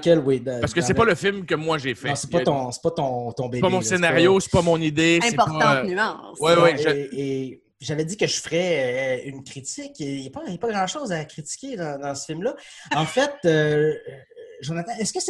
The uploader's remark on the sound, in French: La classe a eu lieue sur Zoom, en vidéoconférence.